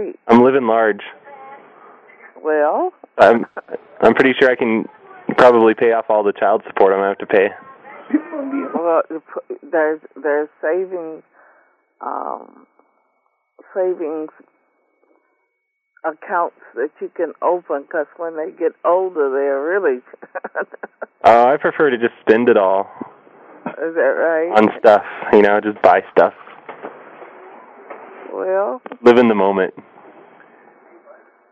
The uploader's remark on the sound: Prank Phone Calls